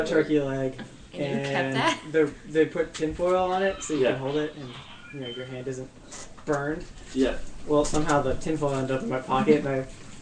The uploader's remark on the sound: Tonight we are live from UFC 152.